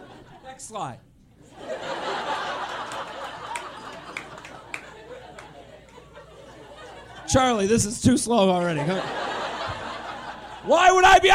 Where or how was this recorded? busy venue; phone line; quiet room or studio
busy venue